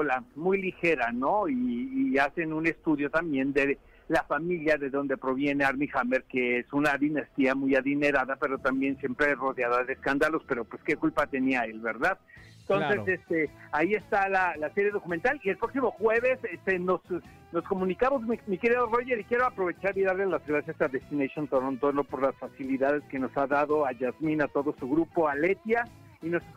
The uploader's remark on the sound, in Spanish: se enlaza con nosotros